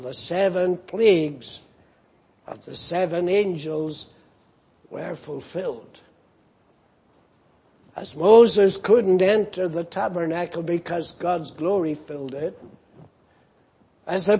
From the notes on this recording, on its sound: Preached in Grafton. At the Lord's Day Morning service.